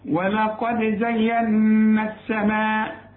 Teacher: اللام ما دام بدون تشكيل بتتحول لنفس الحرف اللي بعدها، بتتحول لسين اهي · Term: اللام الشمسية